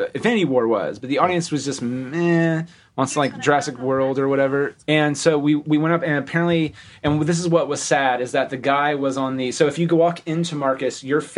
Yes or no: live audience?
no